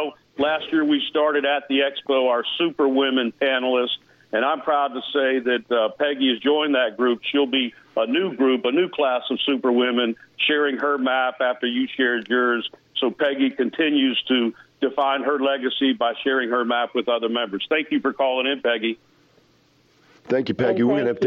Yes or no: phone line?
yes